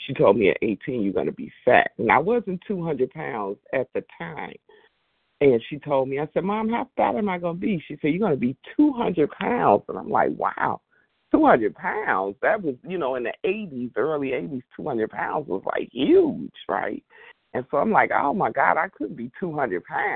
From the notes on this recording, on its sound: qualification from the 100 Pounders Phone Meeting